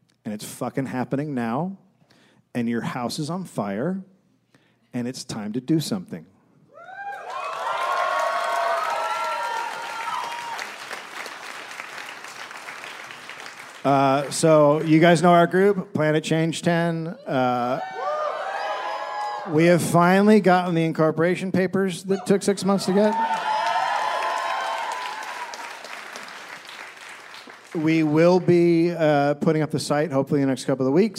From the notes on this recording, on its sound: Live in Brooklyn.